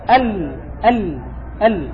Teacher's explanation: قال ابن الجزري رحمه الله واللام أدناها، يعني أدنى حافتي اللسان، لمنتهاها، لي هنا بمعنى إلى، لام أدناها لمنتهاها أي إلى منتهاها، ولهذا يعبرون عنه فيقولون مخرج اللام هو من أدنى حافتي اللسان إلى منتهى طرفه. وهو كما قلت لكم لو رسمناها ستأخذ قوسا يشمل طرف اللسان ويزيد فيأخذ جزءا من الحافة هو أدناها، يعني أقربها إلى الفم.